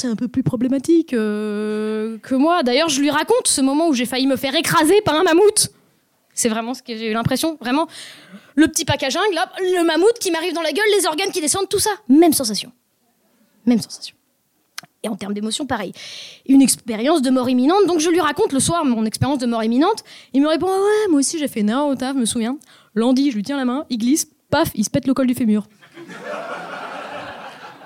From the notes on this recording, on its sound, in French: Enregistré en live dans les Comedy Clubs partenaires de Marrant. Collectif qui organise des soirées stand-up dans les bars lillois.